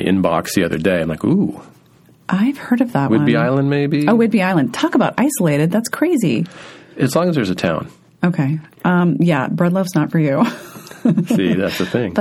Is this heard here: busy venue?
no